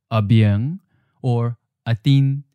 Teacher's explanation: we always hear it as the seventh tone, mid-flat. And so by convention, when we write this a sound, it's written as a first tone, since we know that when we pronounce it, we'll say the change tone as the seventh tone. · since it's always before another syllable, which means that there's a tone change, we always hear it as the seventh tone, mid-flat.